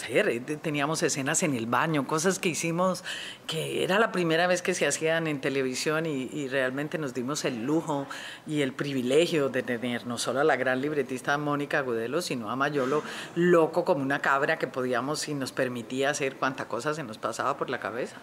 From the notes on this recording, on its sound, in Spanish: Durante el Festival Internacional de Cine de Cartagena de Indias , en medio de la brisa , el sol y la alucinante arquitectura de la ciudad amurallada